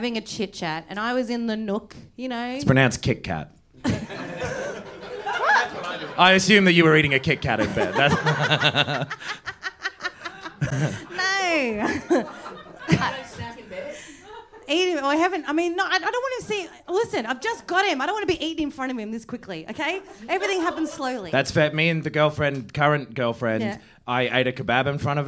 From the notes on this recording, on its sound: This is the first of our live shows for Melbourne comedy festival